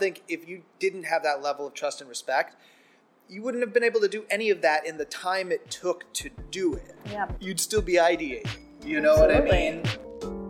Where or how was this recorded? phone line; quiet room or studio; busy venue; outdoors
busy venue